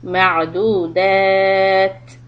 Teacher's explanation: When you stop on the ta, you're going to do a little hams. The sound will continue.